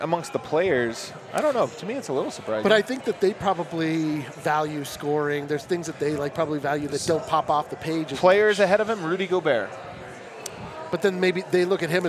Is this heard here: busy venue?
yes